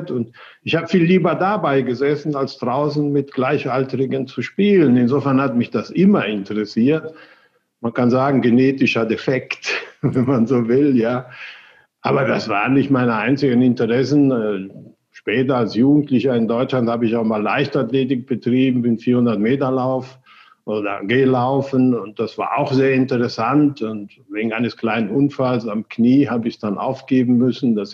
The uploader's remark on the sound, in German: das Interview über Zoom geführt